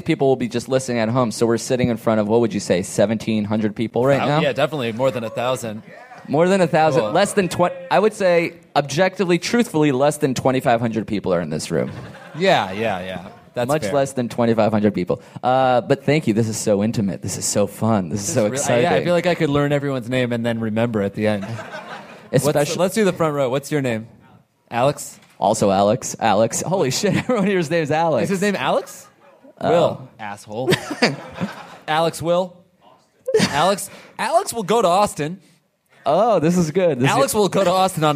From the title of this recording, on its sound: live from L.A. Podfest!